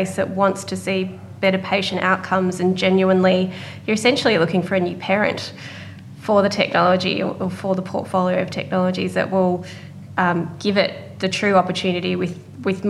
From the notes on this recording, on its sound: Recorded at the Scale investors portfolio day in 2019, this is a very special group interview.